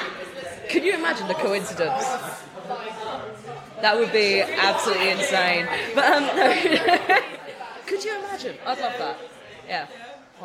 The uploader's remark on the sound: Coversations from the Taproom